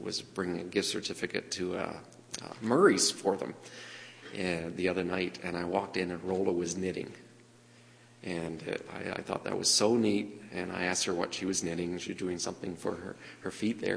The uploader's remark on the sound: was delivered at The People’s Church of Somerville, NB